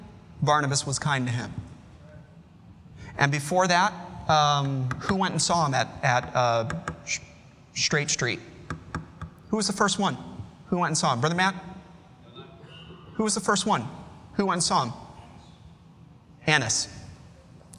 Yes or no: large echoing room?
yes